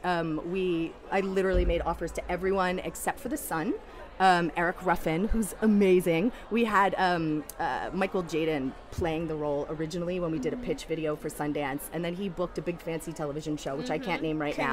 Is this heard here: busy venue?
yes